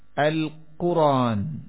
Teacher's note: حمزہ کی حرکت کو را پہ ڈال دیں گے، حمزہ گر جائے گا